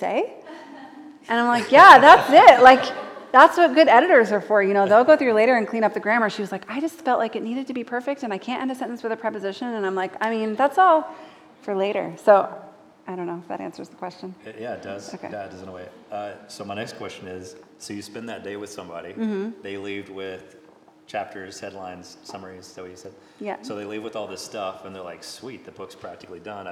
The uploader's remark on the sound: live podcast recording from our Winter STORY Gathering in Nashville, TN